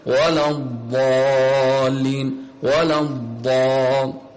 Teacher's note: حرف الضاد له يعني مخرج وهو إحدى حافتي اللسان مع ما يحاذيه من الحنك الأعلى أو الأضراس العليا. قالوا أن أيسر طريقة لإخراج الضاد أن تخرج الضاد من الجانب الأيسر عكس اللام.